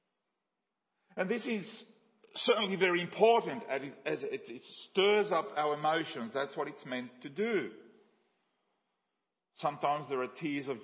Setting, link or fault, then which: setting, large echoing room